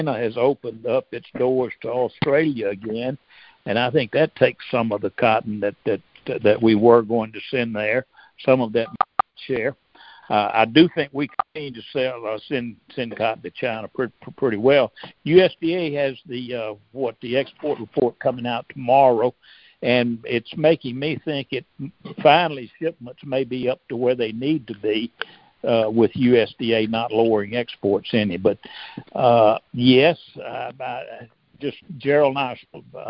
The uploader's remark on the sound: March 2023 Monthly Cotton Conference Call.